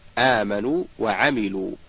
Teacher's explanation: ثانيا مد التمكين، وهو مدة لطيفة مقدارها حركتان يؤتى بها وجوبا للفصل بين الواوين في نحو آمنوا وعملوا، أو الياءين في نحو في يومين، حذرا من الإدغام أو الإسقاط، وهو يعتبر من أنواع المد الطبيعي.